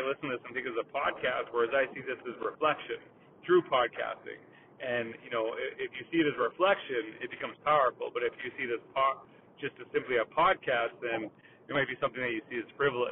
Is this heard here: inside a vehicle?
yes